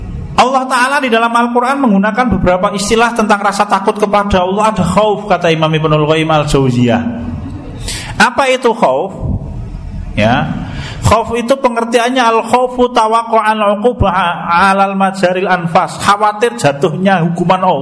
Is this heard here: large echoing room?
yes